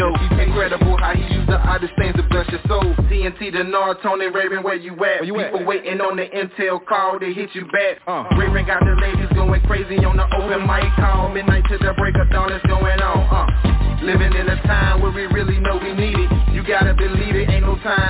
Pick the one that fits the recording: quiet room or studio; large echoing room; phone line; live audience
phone line